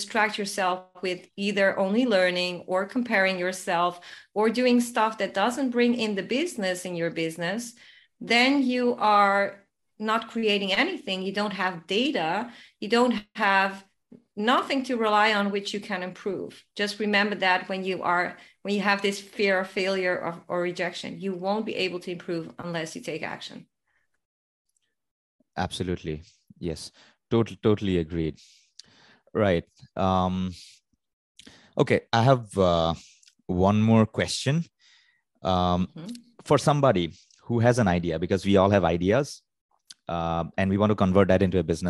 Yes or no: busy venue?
no